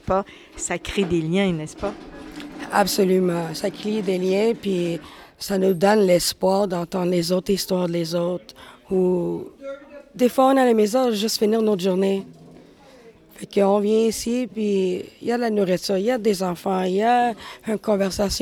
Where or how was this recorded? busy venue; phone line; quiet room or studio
busy venue